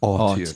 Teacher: They want to emphasize the art bit, which is why they put which is why you pronounce it as Arteon.